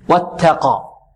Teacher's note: التاء هنا مهموسة، واتقى، ونحذر من إشرابها السين، أو أن نعطيها شيء من السين أو أن نمزجها بالسين.